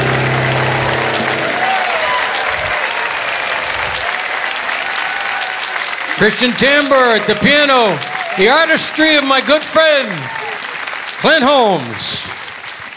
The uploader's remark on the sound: Live at the SouthPoint Casino.